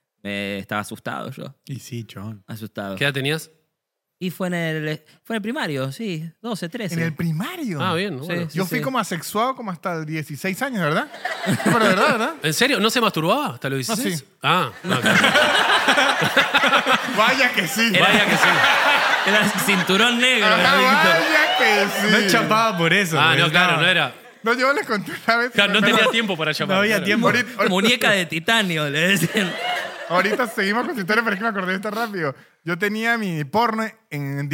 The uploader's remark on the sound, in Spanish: Estamos EN VIVO en el TEATRO CHACAREREAN